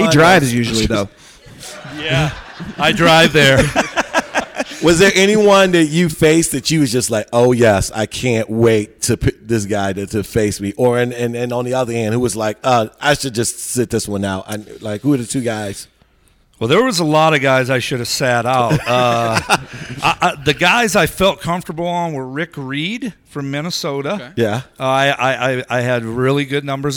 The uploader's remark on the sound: live from SoxFest 2017!